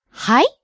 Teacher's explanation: There is another way to use hai. If you use it with rising intonation, hai, it turns it into a question, like, excuse me?